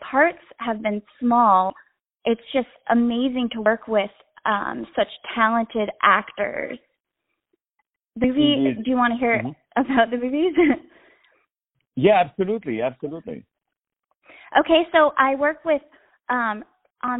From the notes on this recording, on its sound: On the phone